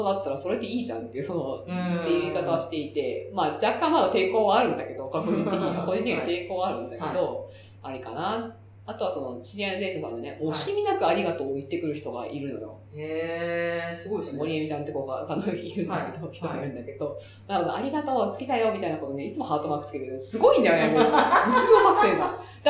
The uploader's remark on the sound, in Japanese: 今月ちょっと音質が悪いです。